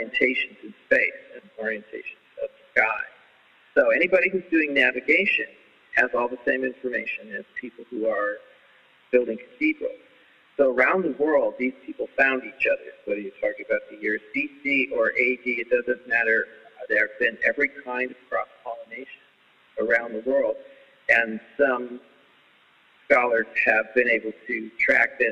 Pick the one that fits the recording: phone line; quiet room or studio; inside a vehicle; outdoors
phone line